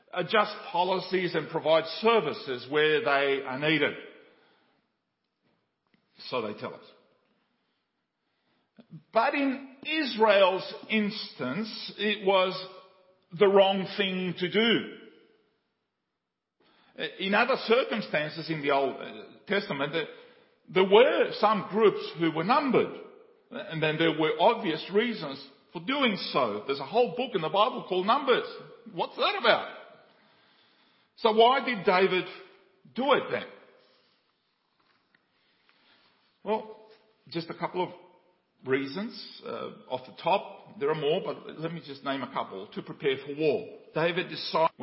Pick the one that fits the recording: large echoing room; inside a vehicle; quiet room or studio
large echoing room